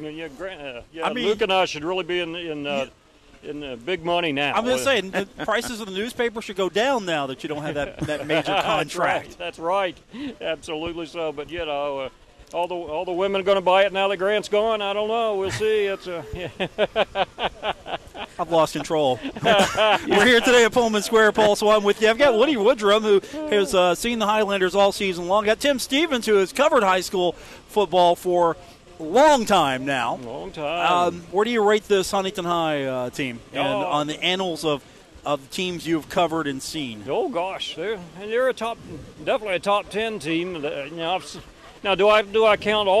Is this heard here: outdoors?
yes